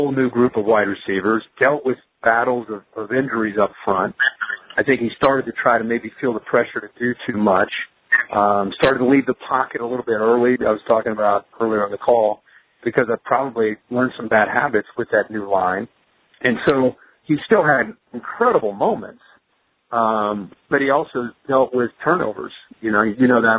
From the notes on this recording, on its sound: In this NFL Draft media conference call.